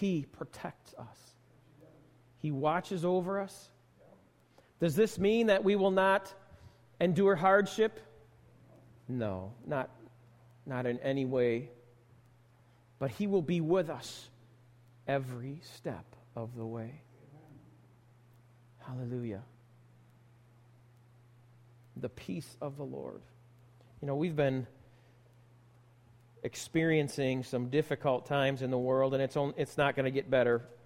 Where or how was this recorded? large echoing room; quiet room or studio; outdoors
large echoing room